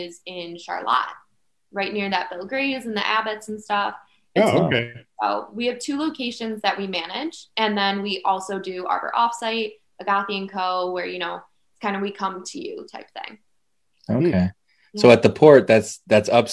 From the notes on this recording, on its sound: Record Live on Zoom